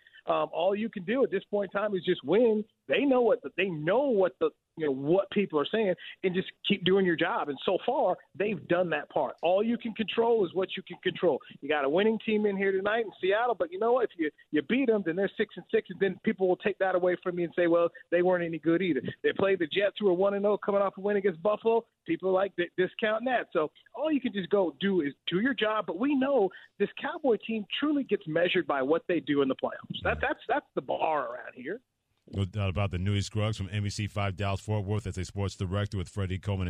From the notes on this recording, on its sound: taking your calls